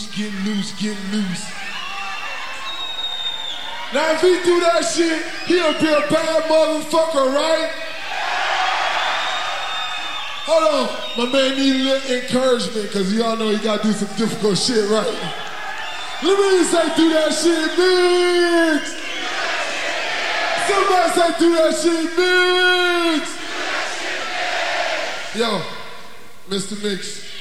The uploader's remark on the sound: The second side of the live in concert tape.